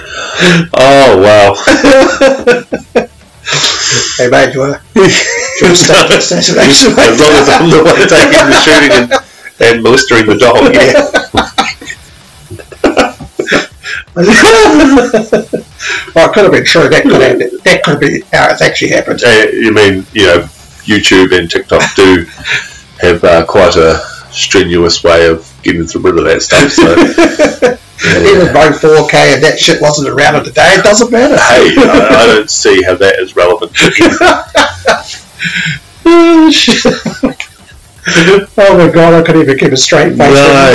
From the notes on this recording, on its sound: Due to alot of technical problems we are a day late at sounding a bit different but we are workong on fixing it.